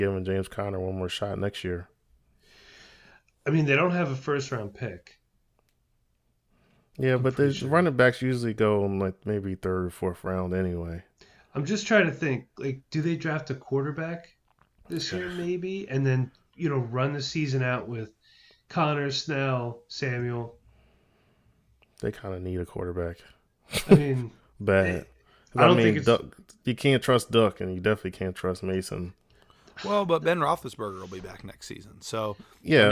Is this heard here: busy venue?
no